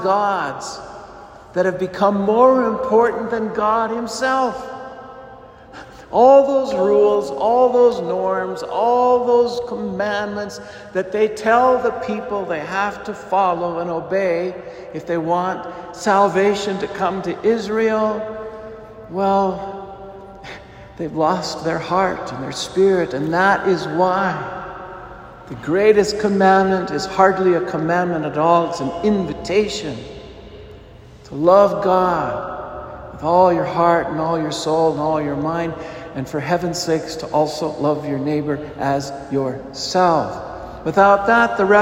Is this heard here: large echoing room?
yes